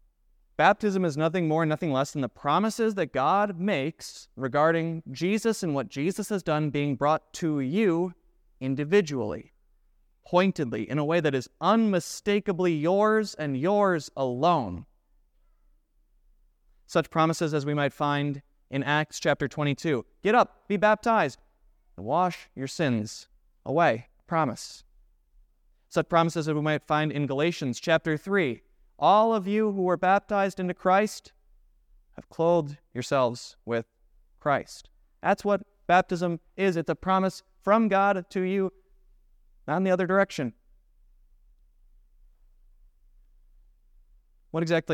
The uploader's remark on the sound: preached at Grace of God Lutheran on November 5,2023